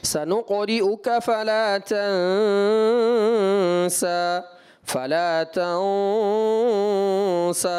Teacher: آپ نے پڑھا سنقرئک فلا تنسا، یہ غنہ جو ہے باریک رکھنا تھا آپ کو، کیونکہ غنہ کے بعد پر حرف جب آتا ہے نا تب اس کو اہل عرب پر کرتے ہیں غنہ کو، لیکن یہاں پر غنہ کے بعد جو سبب آ رہا ہے سین کا اخفا کا، تو وہاں پر آپ نے غنے کو باریک رکھنا ہے